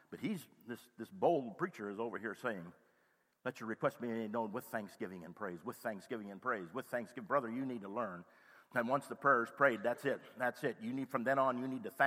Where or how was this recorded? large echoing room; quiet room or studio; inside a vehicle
large echoing room